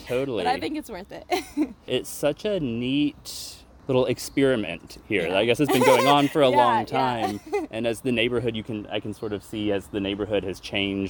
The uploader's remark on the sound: Special field report recorded on location. Interviews several neighbors of The Tree That Owns Itself in Athens GA.